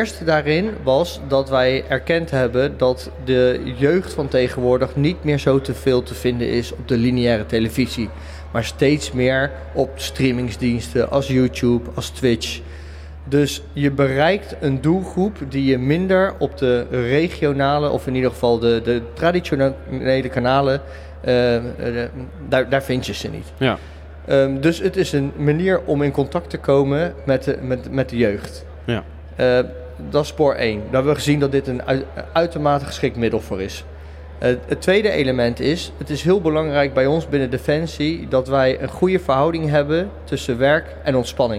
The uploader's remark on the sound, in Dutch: live op de Invictus Games op de podbank